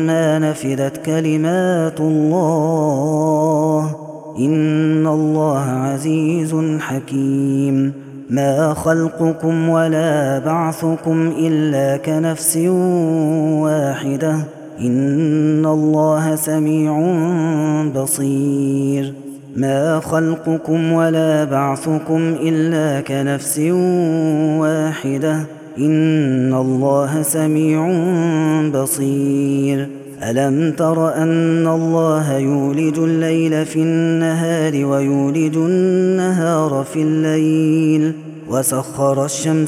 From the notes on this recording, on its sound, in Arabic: هذا التسجيل من صلاة التراويح